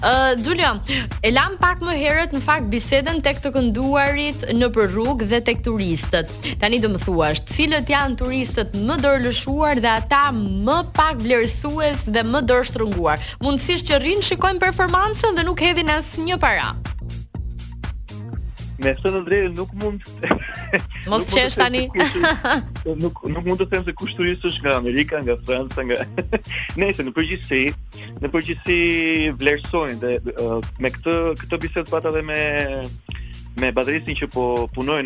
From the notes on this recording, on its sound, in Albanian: Në një lidhje telefonike në emisionin Lancio.